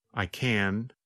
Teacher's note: The N sound, N, n lasts longer than in the negative form. In fact, in the negative form, because the tongue and voice stop, there is almost no sound of the letter N.